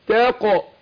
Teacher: وخلص التاء من القاف يعني رققها وتدخل على تفخيم القاف. قول تاقى مش طاء طاء كده داخل بطاء انت يا تاء.